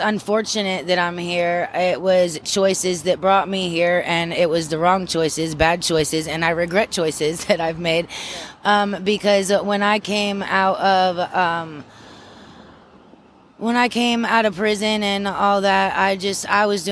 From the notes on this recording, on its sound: I took my mic and went out looking. Making sketches in a notebook at a median in between traffic.